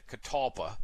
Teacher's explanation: people would kind of say it catalpa, that you wouldn't hear the L. It's hard to pronounce the L.